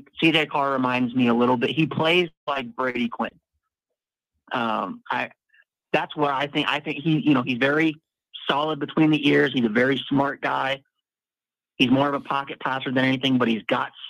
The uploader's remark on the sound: Call in/Chat LIVE